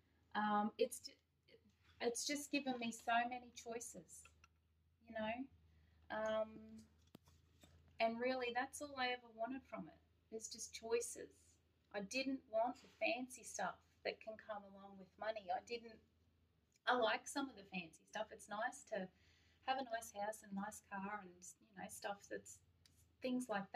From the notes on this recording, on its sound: Due to the inability to record in the studio at this time the current episodes may sound less &apos;produced&apos. Due to the inability to record in the studio at this time the current episodes may sound less 'produced'.